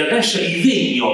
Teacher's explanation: Quindi con la E chiusa se lo dici in dialetto